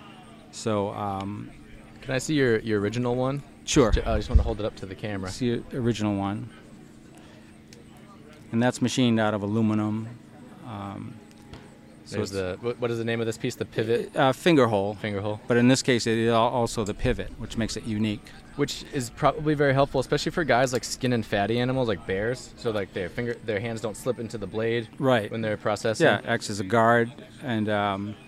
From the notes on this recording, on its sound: podcast proudly recorded at HUNTSTOCK 2023